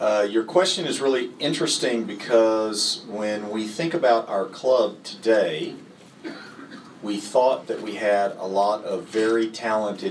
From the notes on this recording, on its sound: Part 2 of this special Meet The Owners was recorded in the Supporters Club. Spoke to a live audience of Leyton Orient fans.